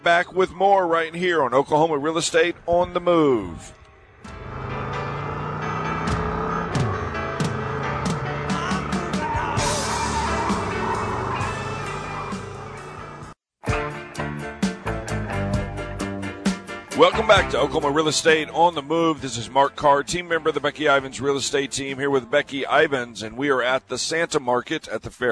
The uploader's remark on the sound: Live at the Santa Market